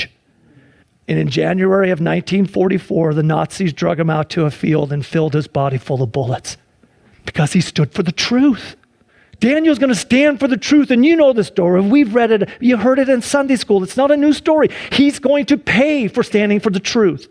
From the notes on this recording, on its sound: Sunday church service livestream